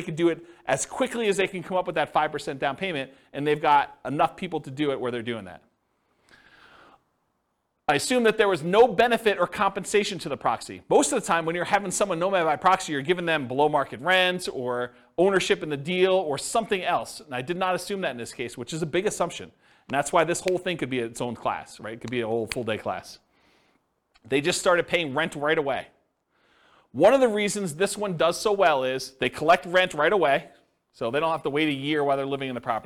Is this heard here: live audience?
yes